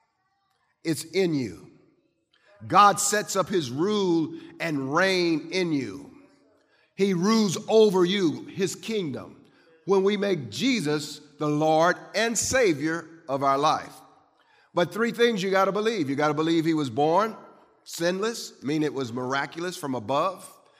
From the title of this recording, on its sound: Christmas Eve Service